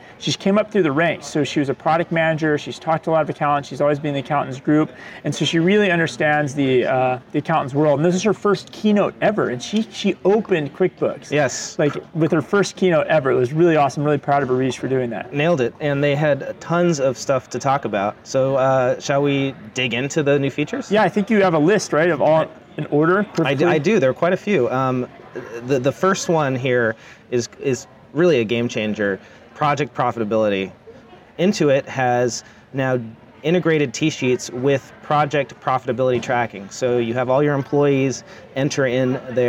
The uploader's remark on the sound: LIVE from QuickBooks Connect! LIVE at QuickBooks Connect in San Jose.